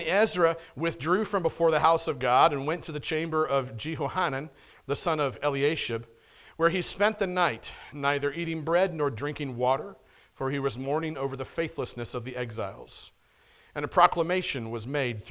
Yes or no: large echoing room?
yes